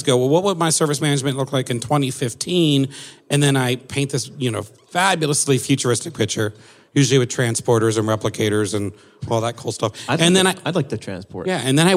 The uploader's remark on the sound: Live From Pink12